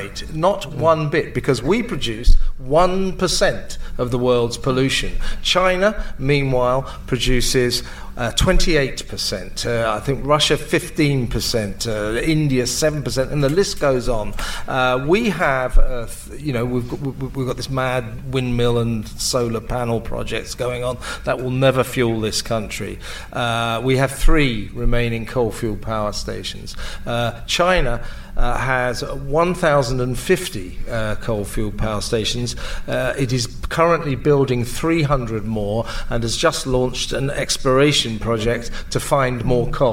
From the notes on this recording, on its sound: LIVE from The Battle of Ideas Festival!